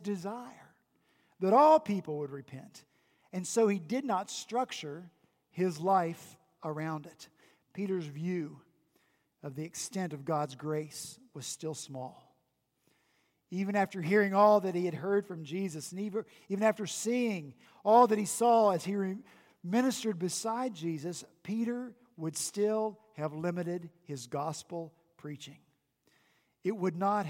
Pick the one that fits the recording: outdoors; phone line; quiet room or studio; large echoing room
large echoing room